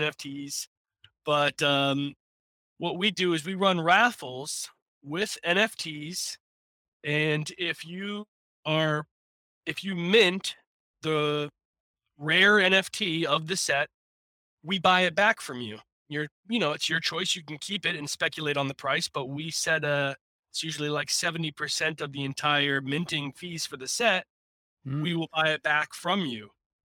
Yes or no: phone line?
no